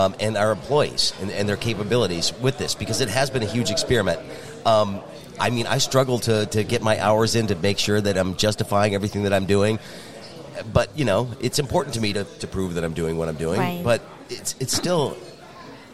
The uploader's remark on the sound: The two caught up at the Grand Hotel for the Detroit Regional Chamber's annual Mackinac Policy Conference.